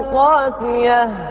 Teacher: الباقون يقرؤونها بمد بالمد حرف المد اللي هو الألف مع تخفيف الياء قاسية